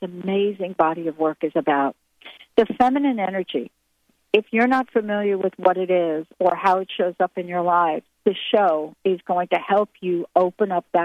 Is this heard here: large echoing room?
no